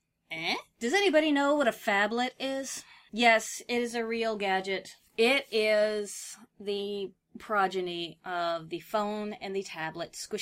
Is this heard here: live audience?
no